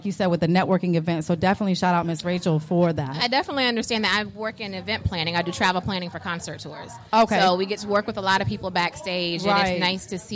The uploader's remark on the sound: recorded at Robarts Arena in Sarasota FL